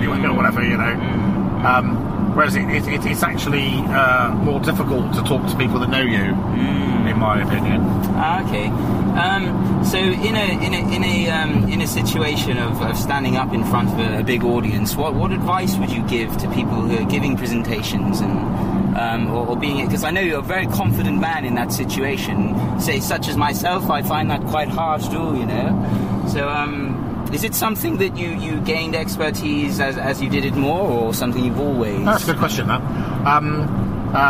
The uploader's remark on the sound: The podcast was recorded in the car as they travelled. Pologise for any background noise.